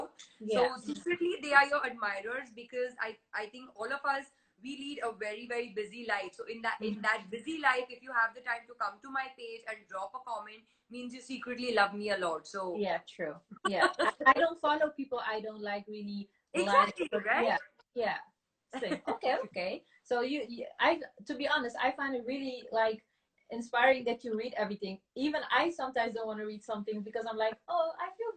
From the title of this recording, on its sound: Instagram Live